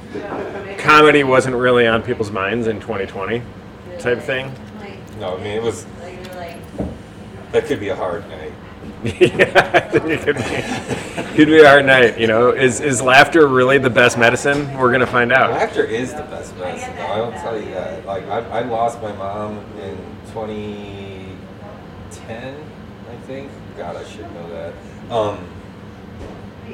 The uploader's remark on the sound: Recorded LIVE in front of a socially distanced audience of patrons!